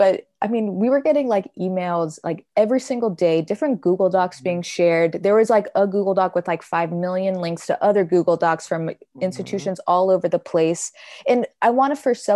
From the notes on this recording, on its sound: Recorded using Zoom